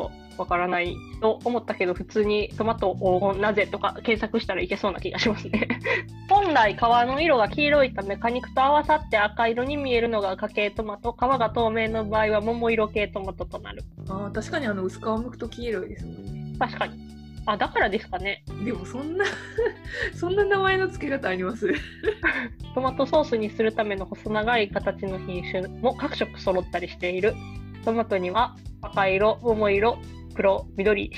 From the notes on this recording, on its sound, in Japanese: 音質悪いです